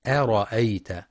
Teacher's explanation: يخطئ بعض الطلاب فيقرأ أرأيت بتفخيم الهمزة، والصواب ترقيقها أرأيت، فلا يقرأ أرأيت.